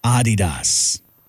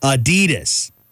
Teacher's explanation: Or Americans, this fun fact is that Americans pronounce Adidas wrong. It's actually supposed to be Adidas with a slight emphasis on the first syllable. · Shown in: first take